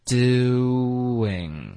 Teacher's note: 你放松嘴唇进入到 in,就会导致一个 w 的音